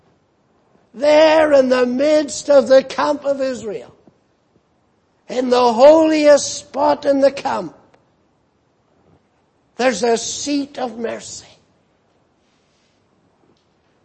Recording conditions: large echoing room